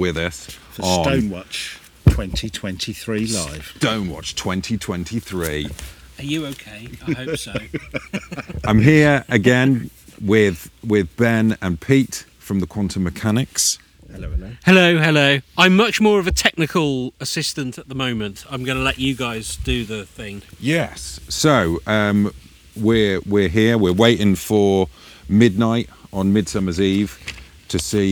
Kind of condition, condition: setting, outdoors